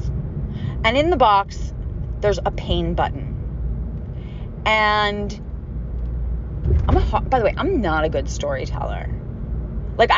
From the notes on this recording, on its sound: Grieving alone in my car.